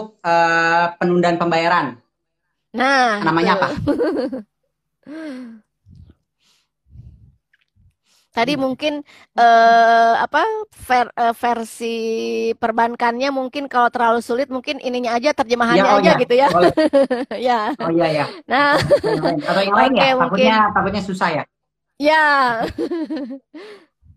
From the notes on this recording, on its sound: via IG Live